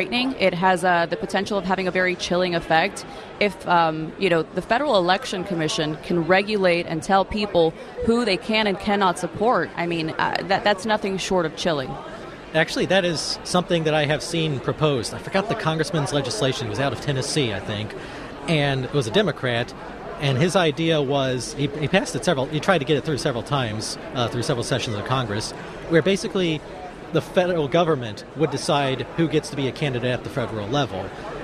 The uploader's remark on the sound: live from CPAC